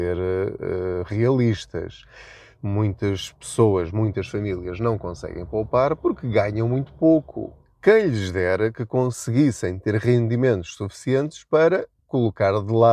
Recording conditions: inside a vehicle